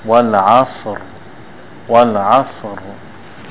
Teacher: You can roll it one time to get the thick sound of the Ra, but not more than that. So the Ra, generally speaking, it should not be pronounced more than one time, because then you're making many Ra's and not just one.